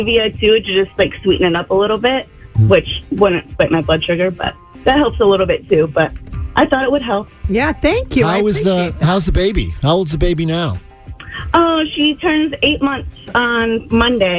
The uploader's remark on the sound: One of our MAGIC listeners called